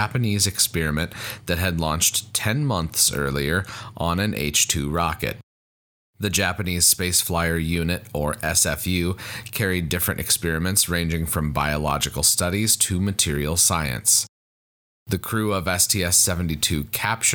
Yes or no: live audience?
no